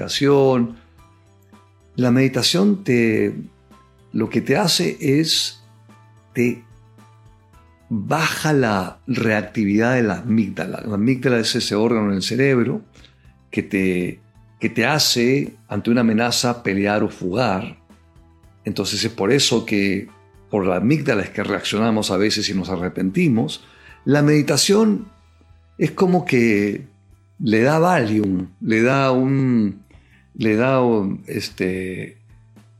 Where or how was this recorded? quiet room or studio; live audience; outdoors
quiet room or studio